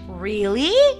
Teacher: esa I al final te dice que es pregunta sorpresa ascendente, o sea, la entonación total hacia arriba · Term: tono ascendente